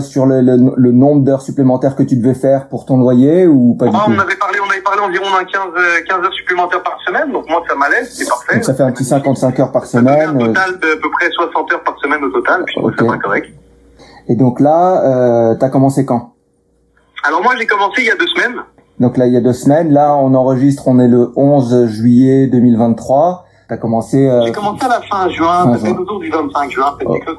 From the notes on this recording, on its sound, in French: enregistré par téléphone